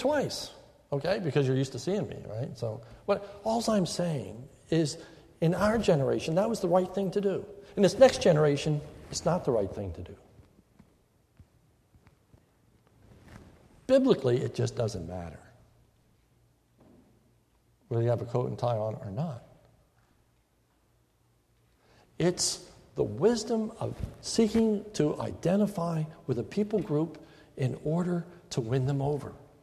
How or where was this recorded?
large echoing room